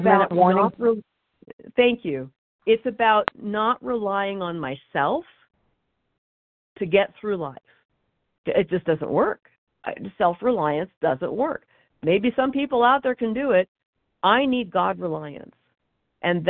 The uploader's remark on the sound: 100 Pounders Phone Meeting, 2/25/23